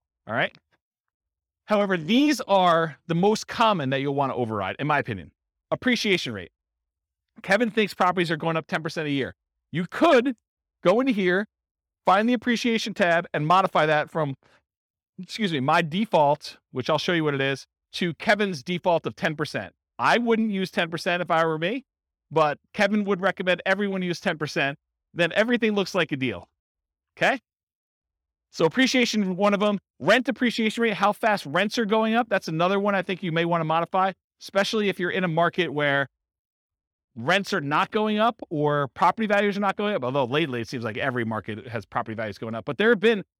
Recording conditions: live audience